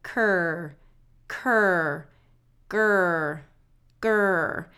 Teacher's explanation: The reason for that is the K and the G are produced in the back of the throat, similar position to where the R needs to be · Term: R blend